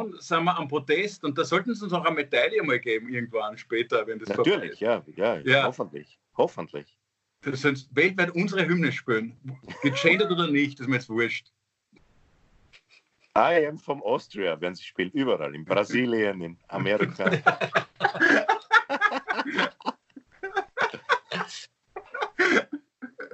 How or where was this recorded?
video call